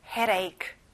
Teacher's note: 가운데 D 발음은 잘 안 나요. 부드럽게 내보세요. headache.